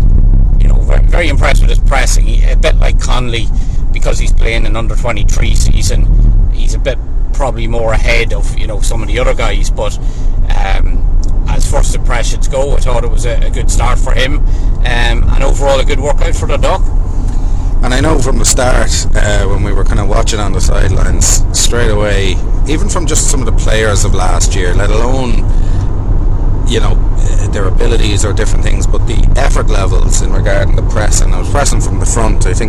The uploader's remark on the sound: Recorded on the road home from Cork.